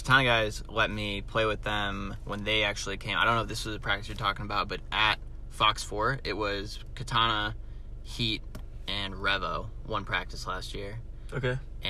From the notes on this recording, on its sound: Recorded in my car at Boston Paintball.